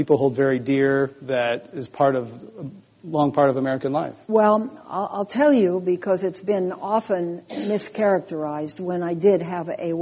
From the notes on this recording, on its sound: This program was recorded in front of a live audience at The Commonwealth Club of California in San Francisco on April 3, 2013